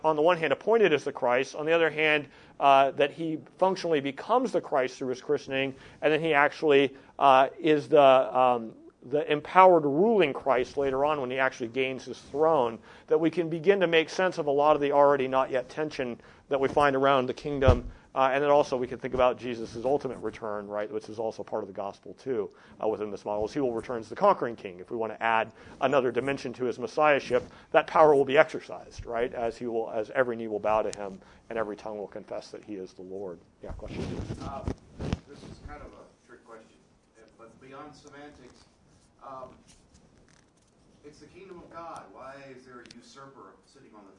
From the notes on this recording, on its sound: The following audio comes from the National Disciple Making Forum by Discipleship dot org.